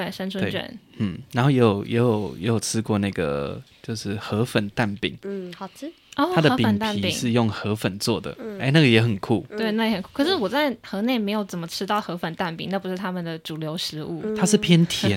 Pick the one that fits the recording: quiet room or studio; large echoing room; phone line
quiet room or studio